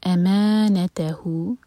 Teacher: हु जो है ये है मद सिला सुग़रा, दोहर का लम्बा